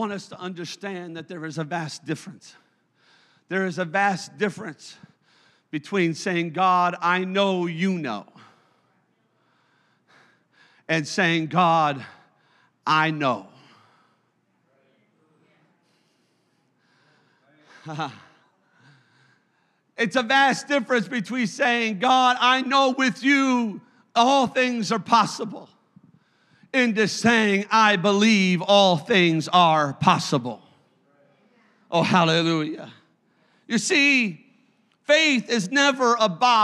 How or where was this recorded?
large echoing room